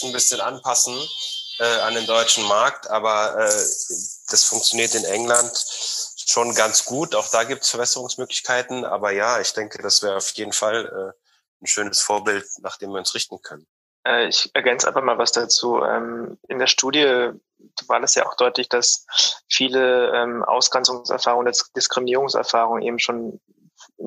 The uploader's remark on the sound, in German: Beschäftigen wir uns in diesem aufgezeichnetem Live-Talk. Live über Clubhous und Zoom aufgezeichnet. Neben der Begleitung des Gesprächs mit Gebärdendolmetscherinnen wurde das Gespräch von einer Graphic Recordistin visuell begleitet.